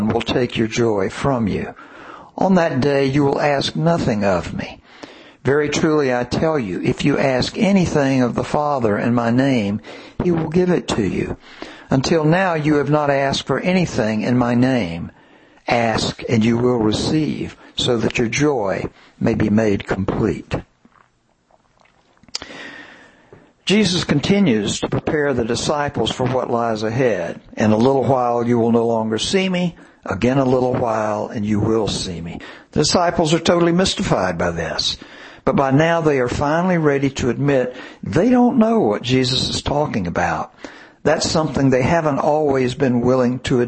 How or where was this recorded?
large echoing room